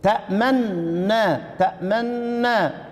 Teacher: الإشمام، الإشارة، ضم الشفتين، ضم الشفتين مع عدم صوت